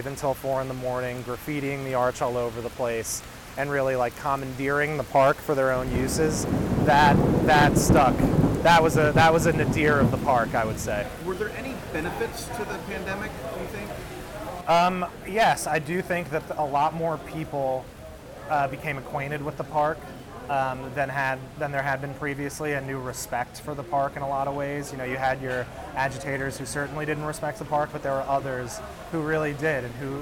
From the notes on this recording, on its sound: 7 Washington Square Park. In this episode we go out of the studio and into the field to meet the Parkies who manage it, and listeners will be able to hear all of the Village sounds (and a thunderstorm) of a busy summer day in this beautiful spot.